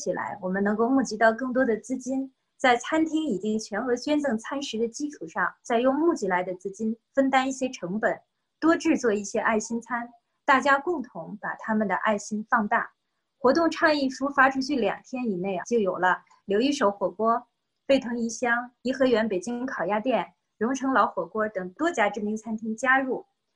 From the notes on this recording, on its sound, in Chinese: 西雅图“爱心午餐”新闻发布会。这是4月13日我在线上主持的一场新闻发布会的录音。